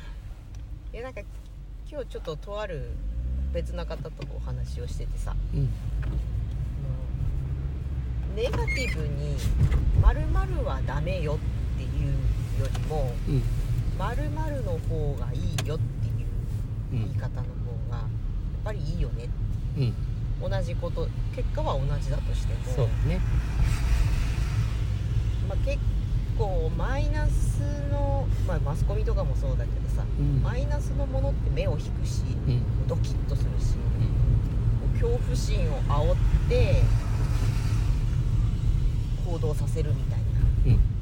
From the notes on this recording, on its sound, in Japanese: 久しぶりに移動中の車の中から収録でお届け！動物病院へ行く道すがら。